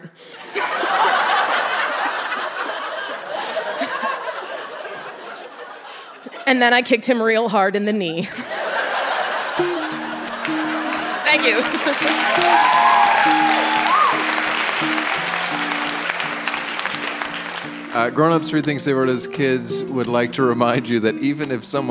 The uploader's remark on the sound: Recorded live at the Park Theatre in Winnipeg, MB.